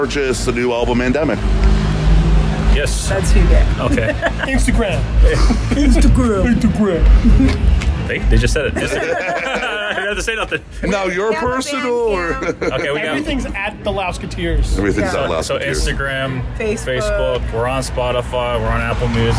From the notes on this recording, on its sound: Live at Mom’s Basement Fest. Rare live interview.